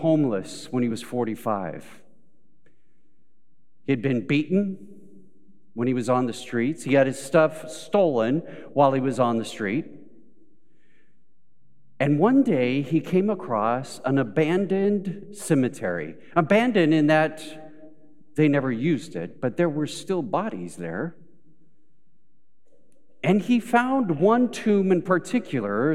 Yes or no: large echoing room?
yes